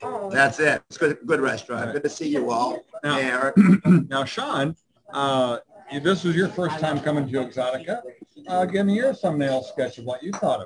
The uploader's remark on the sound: 2021 Chicago Exxxotica Wrap-Up. I will say the internet wasn’t the best at the hotel, as I had to use my phone’s data plan, so just be aware that it wasn’t our finest hour.